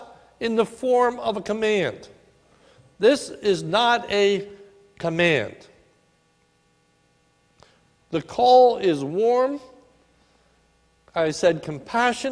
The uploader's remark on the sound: This is a sermon recorded at the Lebanon Bible Fellowship Church in Lebanon, PA on 10/20/19 during the morning services